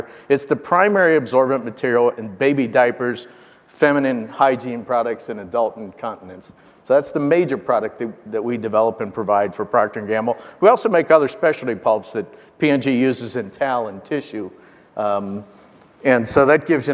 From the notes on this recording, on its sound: The best of live interviews from GreenBiz events.